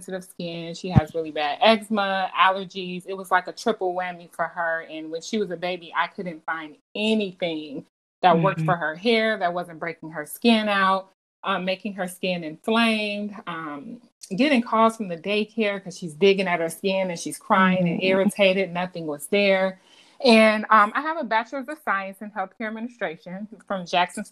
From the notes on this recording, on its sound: I apologize for the less than perfect audio.